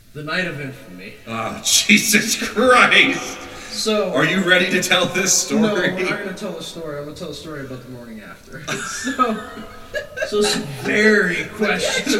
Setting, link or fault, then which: fault, poor sound quality